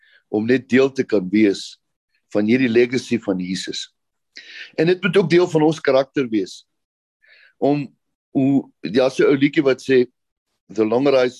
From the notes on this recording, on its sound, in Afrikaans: Manne van die Woord Zoom Byeenkoms 11 Maart 2022